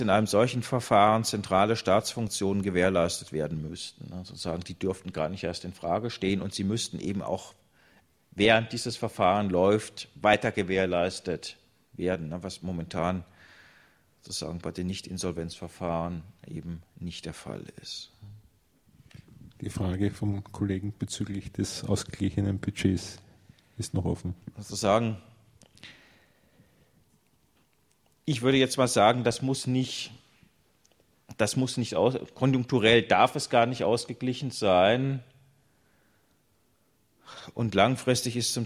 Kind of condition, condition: setting, large echoing room